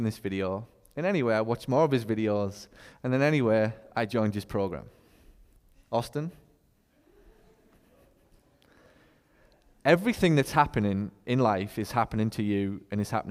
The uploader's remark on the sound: This one is recorded live in front of a packed room in Clearwater, Florida, choc-full of America's top Physical Therapy Business Owners.